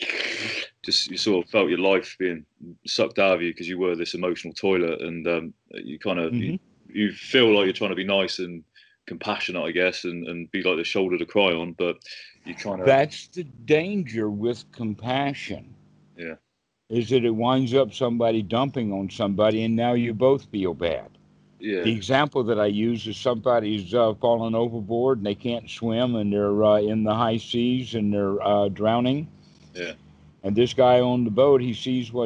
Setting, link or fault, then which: link, video call